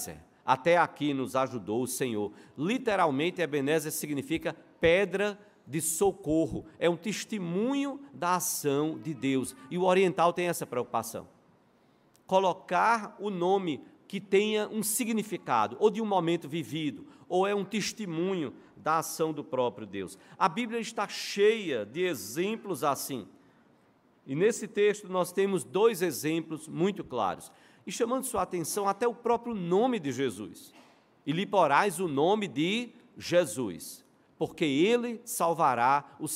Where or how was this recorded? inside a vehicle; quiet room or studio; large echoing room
large echoing room